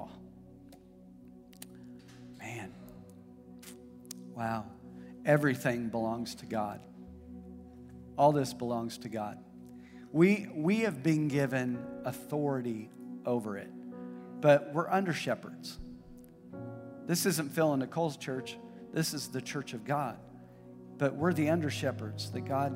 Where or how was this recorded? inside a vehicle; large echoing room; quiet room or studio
large echoing room